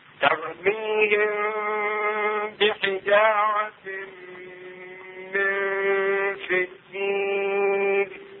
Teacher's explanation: الشفوي يعني نسبة إلى خروج الميم من الشفتين، وتخفى الميم الساكنة عند الباء بغنة · Term: إخفاء شفويا